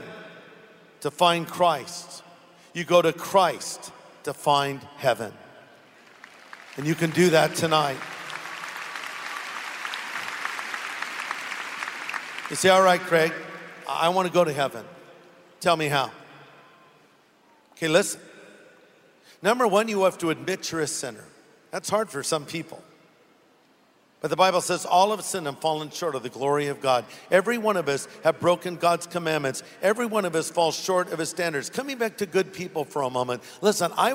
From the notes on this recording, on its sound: Originally preached at the SoCal Harvest on August 17, 2014